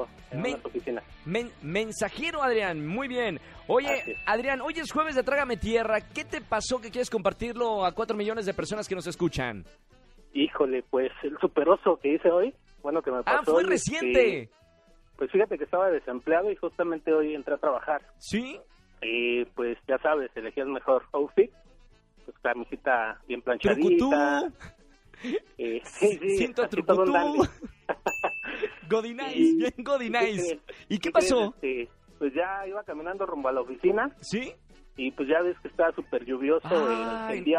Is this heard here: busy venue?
no